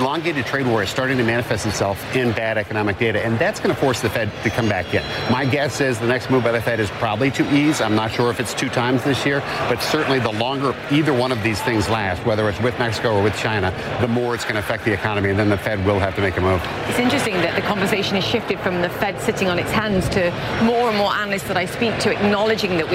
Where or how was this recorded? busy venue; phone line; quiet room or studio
busy venue